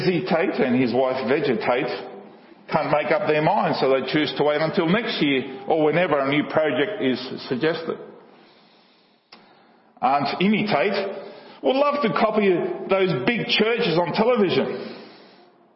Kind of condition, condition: setting, large echoing room